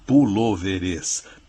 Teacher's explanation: com acento no O lá do pulou, porque a palavra se torna no plural proparoxítona